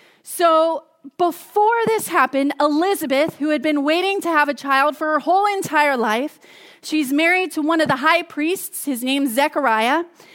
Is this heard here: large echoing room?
yes